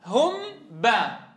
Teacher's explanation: الميم والباء كلاهما تخرج من الشفتين بانطباقهما على بعضهما · Term: شفويتين